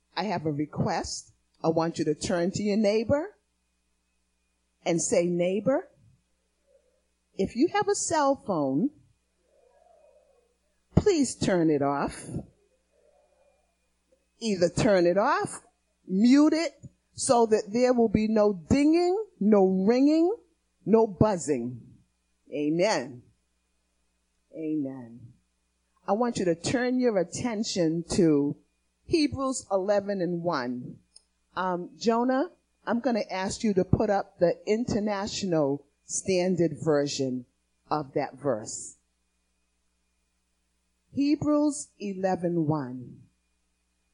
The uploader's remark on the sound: Recorded on 2016-02-28 at the 08:30am Service